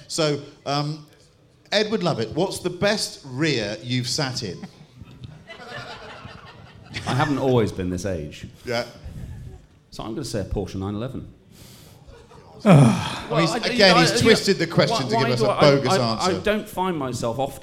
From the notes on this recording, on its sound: In front of a 200+ audience at Concours of Elegance